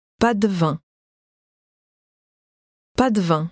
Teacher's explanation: Note how the de almost disappears, but not quite.